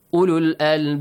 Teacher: bounce the sound of ba, echoing sound, qalqala